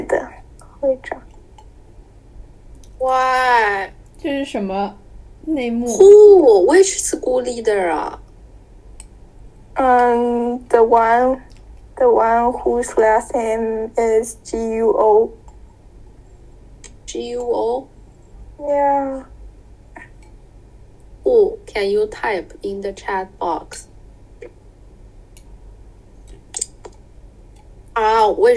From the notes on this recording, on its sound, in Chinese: 在线上录制如此的随意（又吃零食，又洗衣服）。精致的呆在隔离酒店。